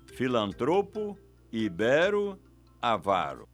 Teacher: Todas essas palavras são paroxítonas e assim devem ser pronunciadas